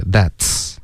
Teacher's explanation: 清辅音的爆破音刚已经说了它是带送气的感觉